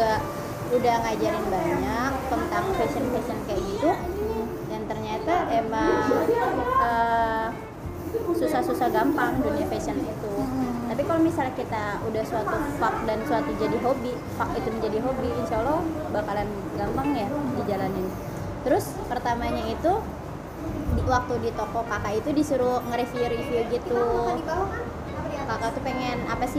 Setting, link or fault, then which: fault, background noise